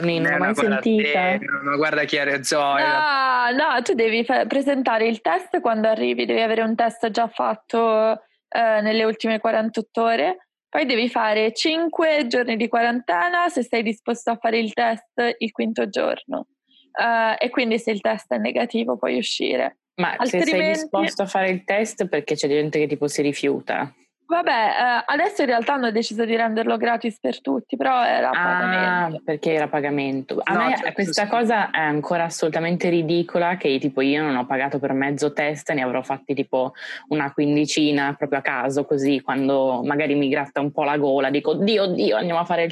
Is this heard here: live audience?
no